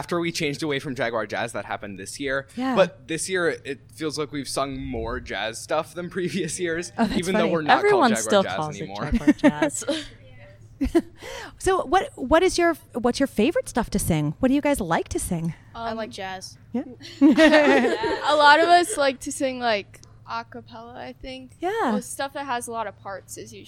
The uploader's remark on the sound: sat down with the group at the 2019 Port Washington Acapocalypse Festival